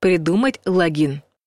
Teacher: Согласно словарю Лопатина, логин нужно произносить с ударением только на втором слоге.